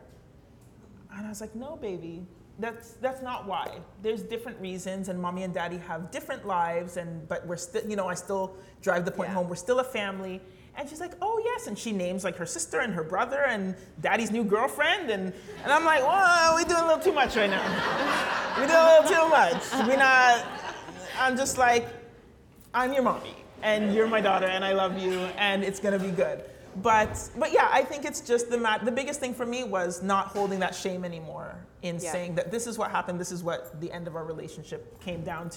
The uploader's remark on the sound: Recorded on December 14th at Reid’s Distillery